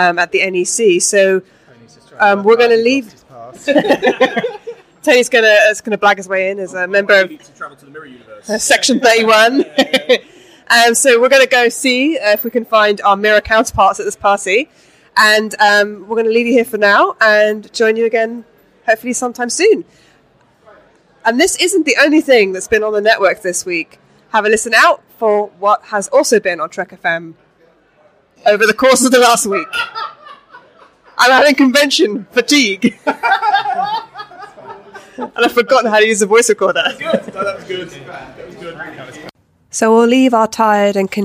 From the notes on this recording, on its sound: In this special episode of Primitive Culture, recorded at the Destination Star Trek convention in Birmingham, UK.